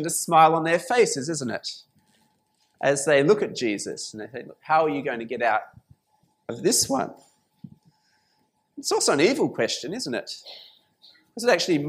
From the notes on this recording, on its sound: This sermon was preached at St Mary's Cathedral, KL on 3rd February 2019.